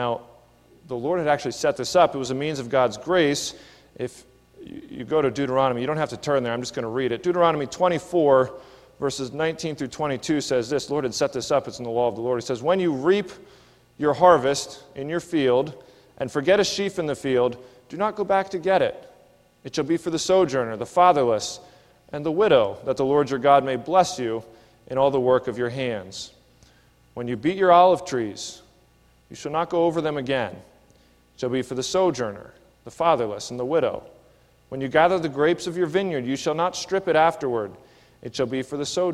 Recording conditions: large echoing room